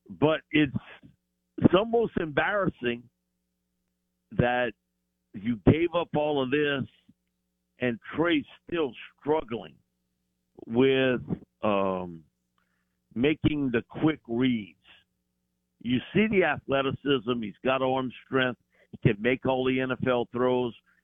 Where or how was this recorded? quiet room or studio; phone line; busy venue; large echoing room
phone line